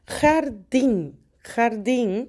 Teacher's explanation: la sílaba más fuerte es el din, termina con N, entonces en ese caso, aunque sea consonante, en ese caso, como termina con N, sí lleva la tilde, lleva el acento gráfico.